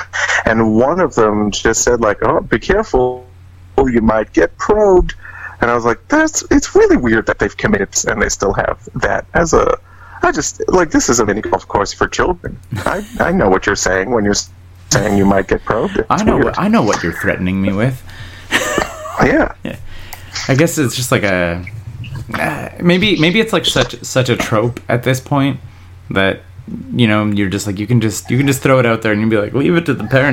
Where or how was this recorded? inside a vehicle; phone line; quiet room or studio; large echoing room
phone line